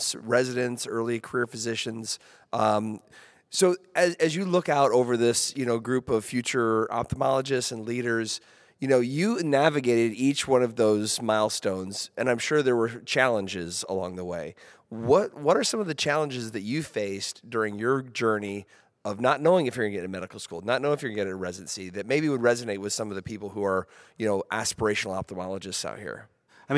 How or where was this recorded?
busy venue